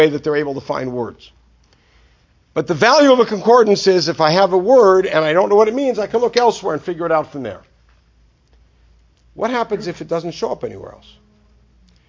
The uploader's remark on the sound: This lecture was given at Century Village, Boca Raton FL as part of a Scholar-In-Residence weekend.